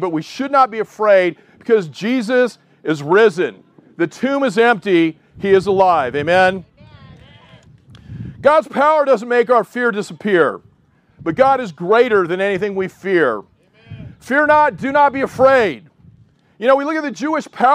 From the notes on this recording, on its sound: Outdoor Easter Service. This is the first time in a long time that a large part of the South Bay Church will be able to get together IN PERSON!